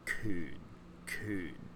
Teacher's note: Kun is also like a low falling tone. Kun, Kun. Kuhn.